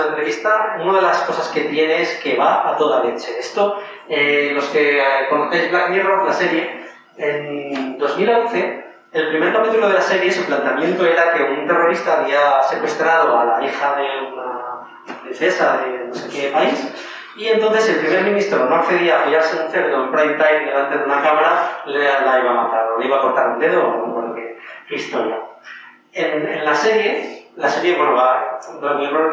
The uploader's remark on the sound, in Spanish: Hemos tenido problemas con la grabación del sonido de micrófono, así que os pedimos disculpas por adelantado por la calidad del audio.